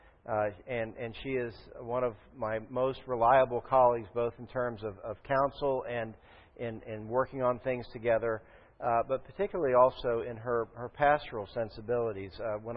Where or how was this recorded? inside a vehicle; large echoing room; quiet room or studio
large echoing room